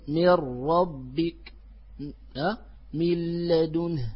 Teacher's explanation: تكلمنا عن الإدغام في اللام والراء وقلنا أنه إدغام كامل لأن الحرف يدغم ذاتا وصفة، الحرف لا يبقى له أثر